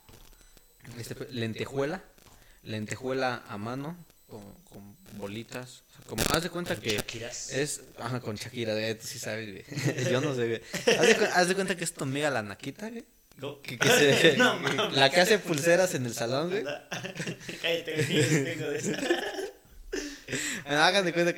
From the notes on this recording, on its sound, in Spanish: perdonen el eco del audio